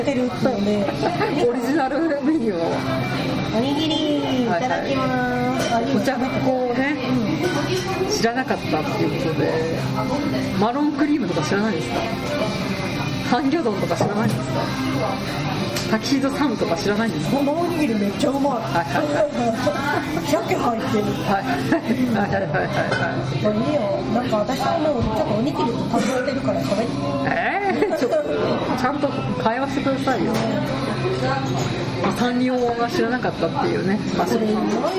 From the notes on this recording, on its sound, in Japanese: 居酒屋収録なので大変周囲が騒がしいです。